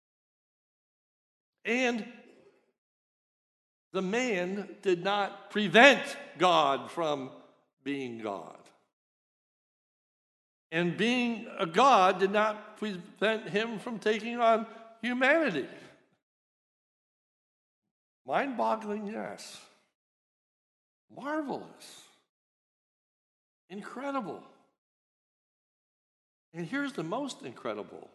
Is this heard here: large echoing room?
yes